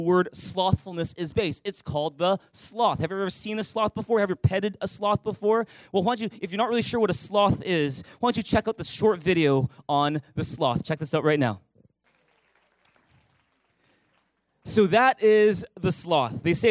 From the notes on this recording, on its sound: Recorded on November 17, 2019 at THRIVE Church Vancouver, Canada